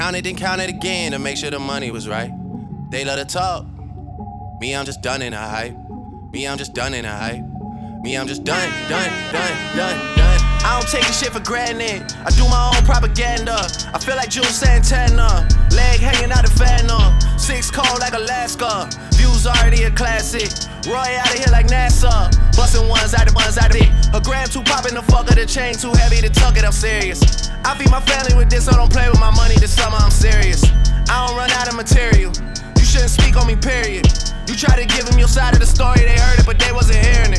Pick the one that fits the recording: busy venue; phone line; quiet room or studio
busy venue